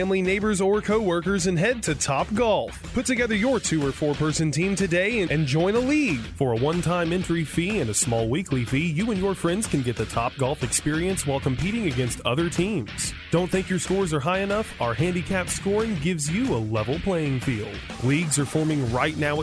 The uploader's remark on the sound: Live from TopGolf